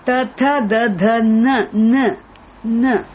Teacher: The na is a dental nakara.